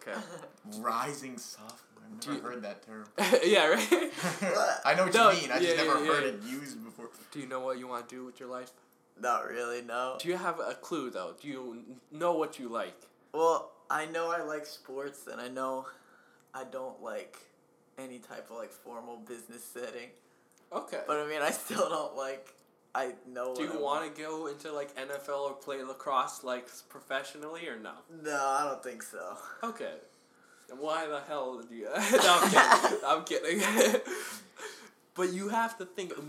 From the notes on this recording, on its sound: Please bare with us until we get more funding to afford more mic's and have an actual studio to record in.